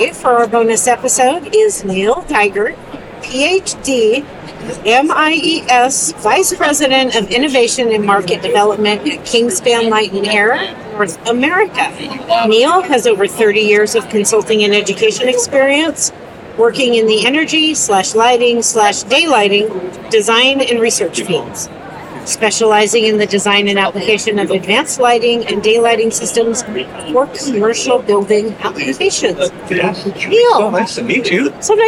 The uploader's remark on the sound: LIVE from Greenbuild 2023 with Solatube International. In this bonus episode, we share a LIVE conversation from the 2023 Greenbuild International Conference and Expo in Washington D.C.